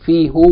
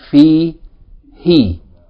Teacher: Okay, it's originally fi hu, but because the hu is preceded by ya with sukoon, the hu becomes he · Shown in: second take